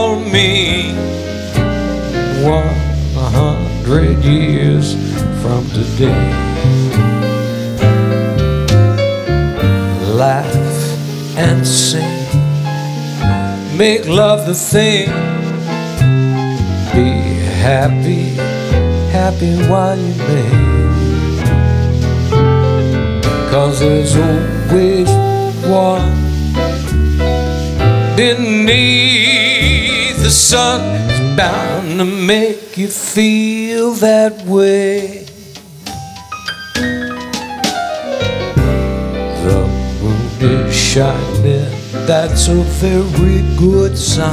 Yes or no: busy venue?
yes